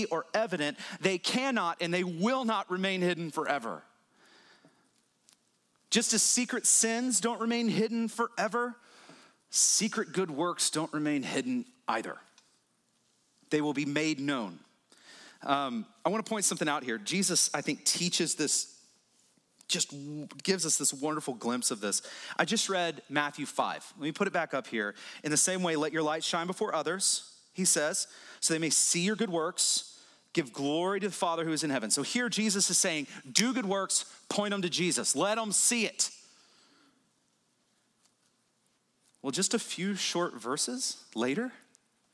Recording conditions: large echoing room